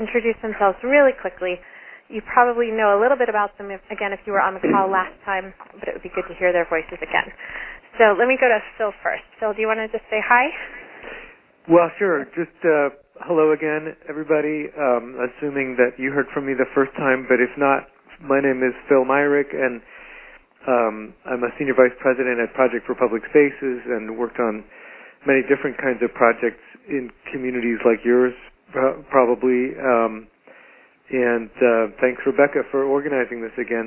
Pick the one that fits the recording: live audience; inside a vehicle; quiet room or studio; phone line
phone line